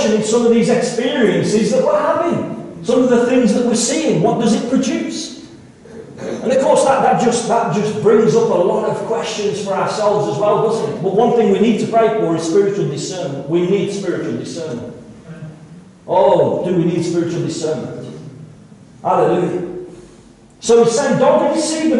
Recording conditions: poor sound quality